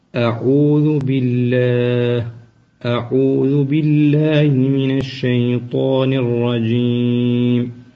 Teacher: الملاحظة الأولى هي الهمزة الاستعاذة، هذه همزة محققة والهمزة مخرجها من أقصى الحلق